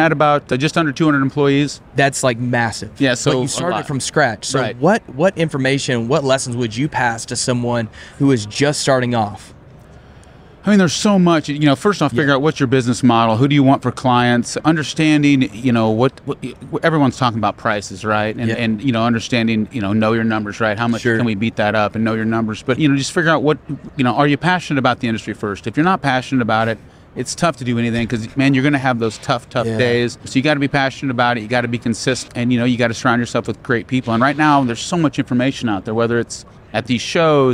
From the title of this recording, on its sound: from the Equip 22 Showroom Floor